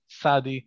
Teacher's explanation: Pei, sadi, as I said before, is kind of an aspirated, lispy sound.